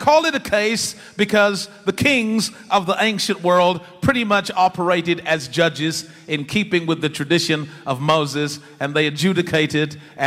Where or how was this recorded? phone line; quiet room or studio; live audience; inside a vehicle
live audience